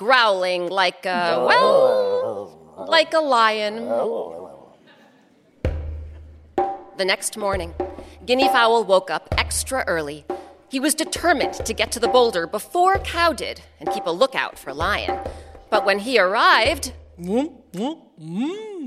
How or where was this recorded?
live audience